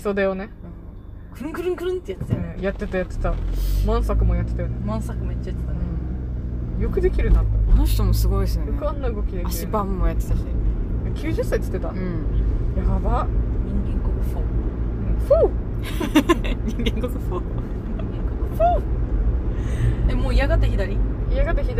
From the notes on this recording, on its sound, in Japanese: 狂言 を見に行った帰りにドライブ収録させていただいております。